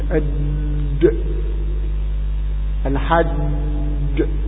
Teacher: فالجيم مجهورة مستفلة منفتحة شديدة، وكل شديد مجهور يحدث فيه قلقلة